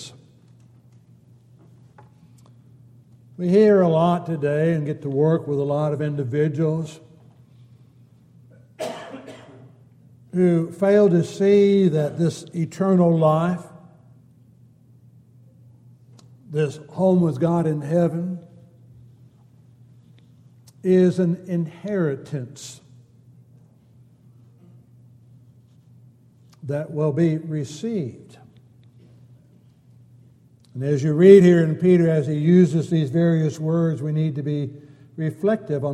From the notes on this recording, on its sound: Downtown Church Of Christ Audio Sermon